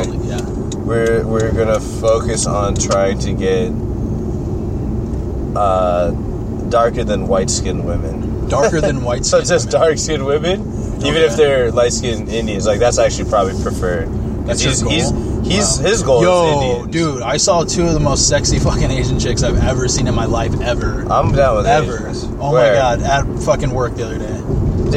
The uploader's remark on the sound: jump in the car and get lost again